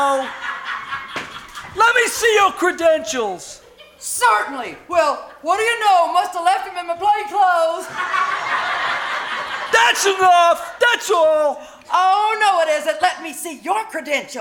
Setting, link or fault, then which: setting, live audience